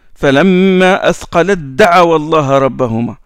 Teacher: Il y a le ta, il y a le da juste après, donc on fait une élision